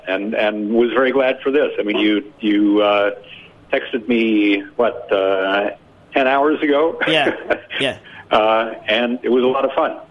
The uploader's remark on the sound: joined via telephone